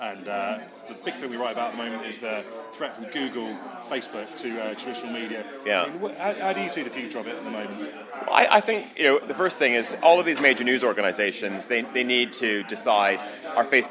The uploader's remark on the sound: speaking at the tenth anniversary conference in London